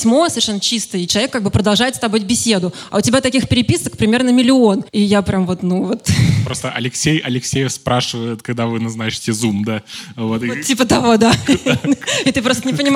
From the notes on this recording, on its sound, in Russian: Это необычный выпуск подкаста «Соседний столик» — он был в формате открытой записью со 120 зрителями в офлайне. Это получилось благодаря открытому городскому пространству Хлебозавод и площадке «Гостиная 9».